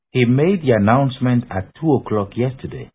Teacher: Same words, but they are understood as making an assertion because they are said with a fall in pitch.